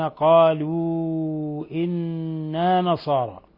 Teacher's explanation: مد منفصل، مد من أربع إلى خمس حركات